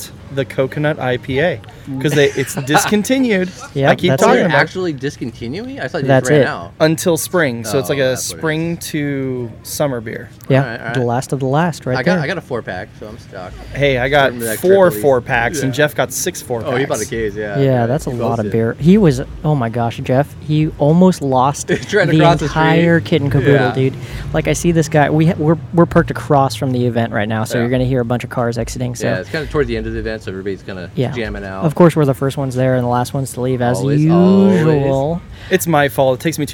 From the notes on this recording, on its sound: On location from Rigs & Brews. I hope you enjoy our first ever on location podcast from Rigs and Brews!!!